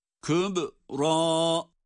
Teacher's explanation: Burada kalkale var. Ra'da kalın.